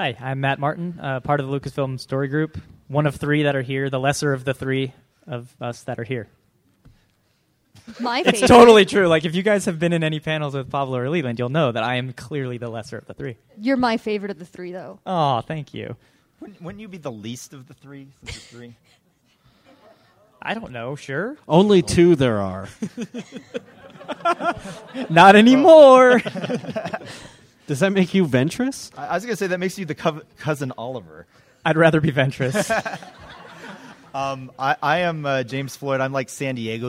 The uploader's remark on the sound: Another SLCC Panel.